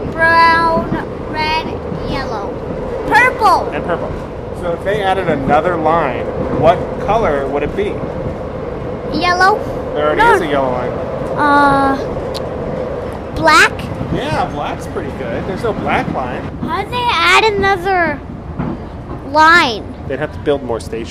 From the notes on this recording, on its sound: Episode 37: On the Train. Today we bring the mic onto the L.